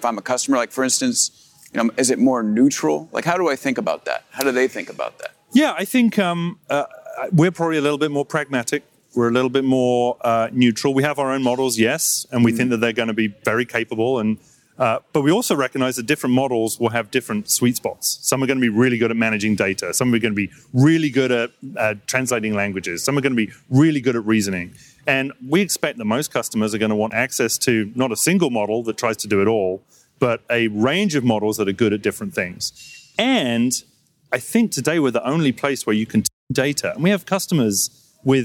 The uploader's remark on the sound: live at the AWS Summit in New York City